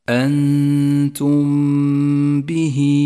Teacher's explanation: وجاء بعدها حرف الباء وهو حرف الإخفاء الشفوي الوحيد، فالواجب هنا إخفاء الميم بالباء التي بعدها، فلا نجافي بين الشفتين عند نطقها ولا نضغط عليهما، ونقف على الميم بغنة زمنها حركتان